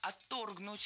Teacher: Ударение в этом слове ставим на второй слог.